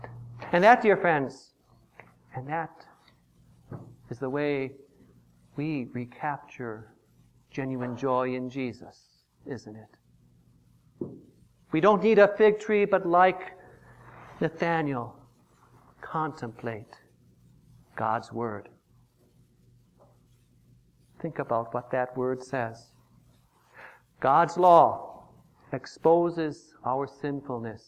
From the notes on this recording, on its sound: Preached on January 18, 2015, for the Second Sunday after Epiphany, at St. John's Ev.